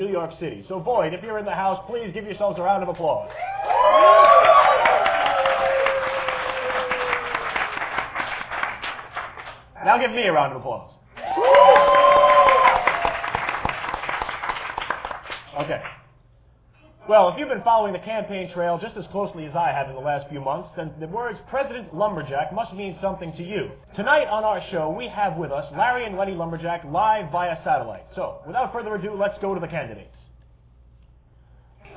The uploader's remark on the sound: Performed live at Void in New York City during the Machinima Film Festival 2003.